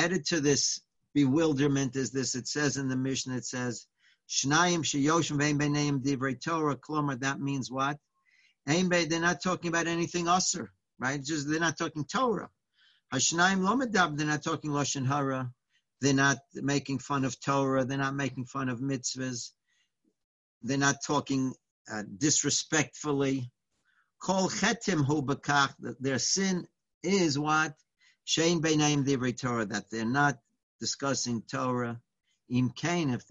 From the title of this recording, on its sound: Live On Zoom